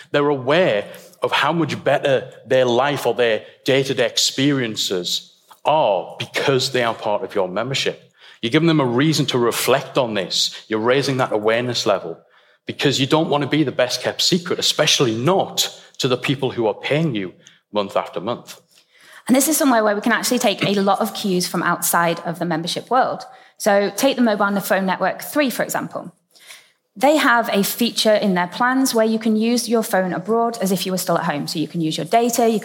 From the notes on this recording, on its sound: The State of the Membership Industry - Retain Live Keynote. You’ll get to listen in to the opening keynote from our very first conference ‘Retain Live 2019.’. It was an incredible event with some phenomenal speakers gracing the stage eager to share their expertise and insights with the audience.